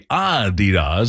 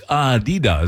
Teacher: It's supposed to be Adidas with the slight emphasis on the first syllable · Shown in: first take